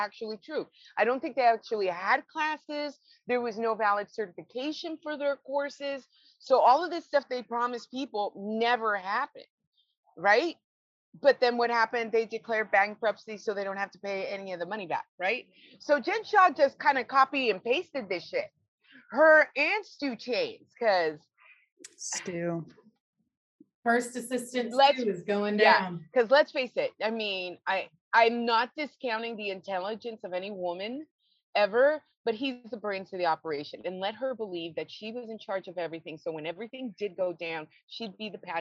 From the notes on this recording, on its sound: joins us in the BMB Zoom Room